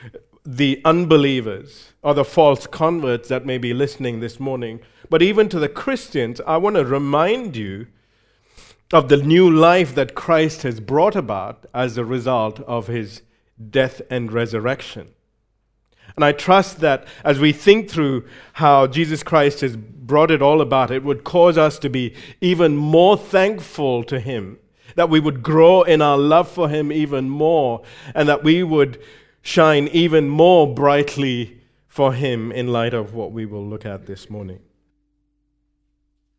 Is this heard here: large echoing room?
yes